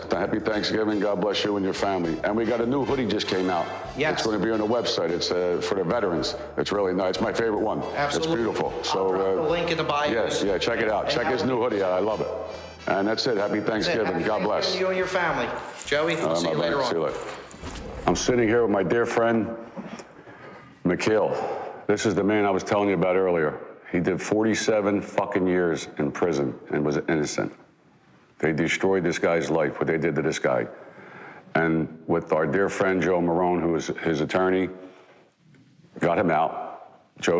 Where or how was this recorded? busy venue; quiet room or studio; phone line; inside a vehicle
busy venue